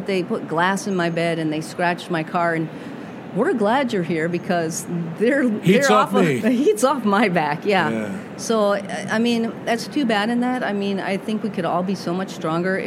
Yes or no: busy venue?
yes